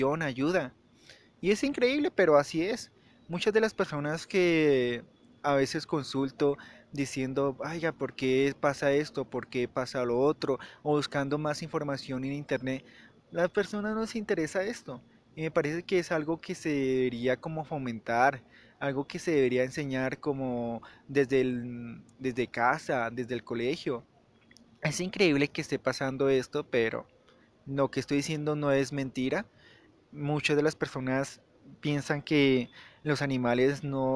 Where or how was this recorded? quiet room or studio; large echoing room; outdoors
outdoors